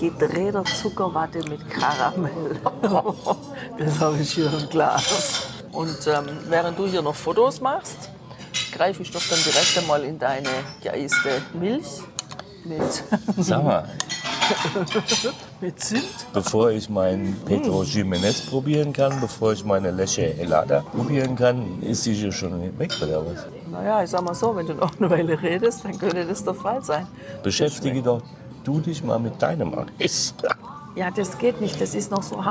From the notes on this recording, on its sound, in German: Der Parador in Tordesillas. Das Restaurant beschreiben wir live zwischen Churros und Manchego.